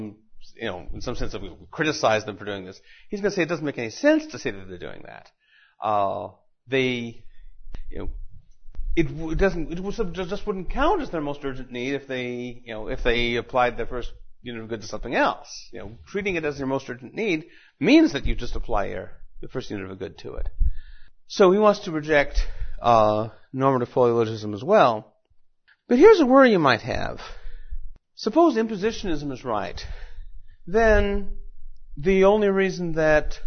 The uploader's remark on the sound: Recorded at Mises University 2010.